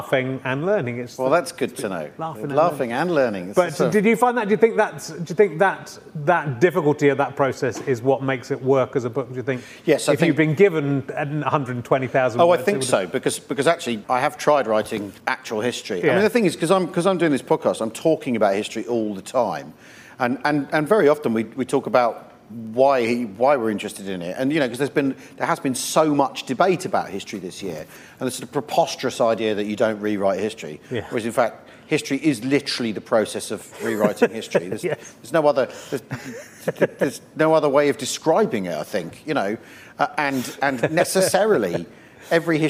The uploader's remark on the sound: This week's book club episode was recorded on 15th November 2020, during lockdown in a central London bar with an online audience.